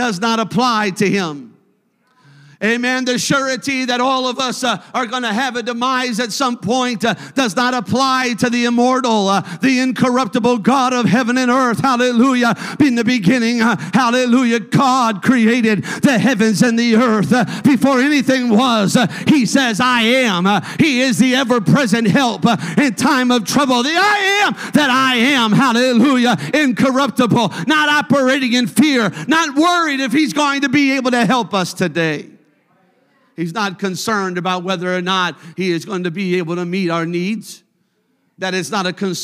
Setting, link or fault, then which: setting, large echoing room